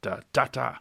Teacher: a Bacchic rhythm, which is basically rising, but it ends with like two big accents